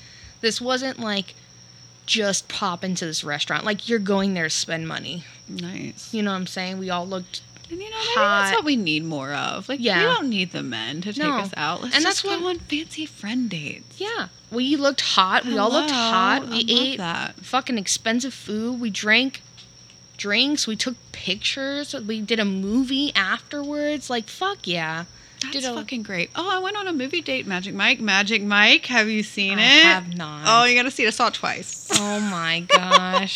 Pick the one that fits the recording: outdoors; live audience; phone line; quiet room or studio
outdoors